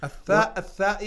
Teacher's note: المقصود أن اللسان لا يبقى وراء الأسنان. طيب في الثاء أو الذال، نعم، طبعا لابد أن يخرج اللسان كما، نعم. هو معروف، الثاء الثاء يخرج قليلا يعني.